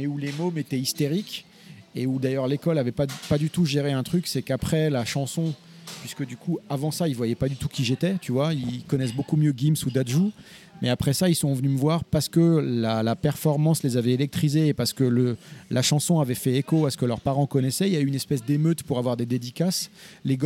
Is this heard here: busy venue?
yes